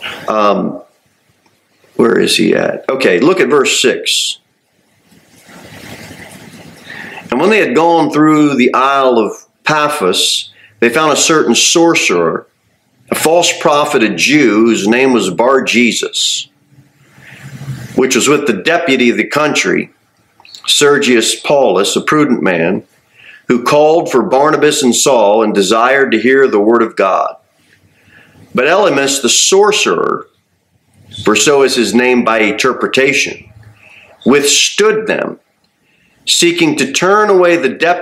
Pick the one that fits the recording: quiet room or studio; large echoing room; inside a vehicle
large echoing room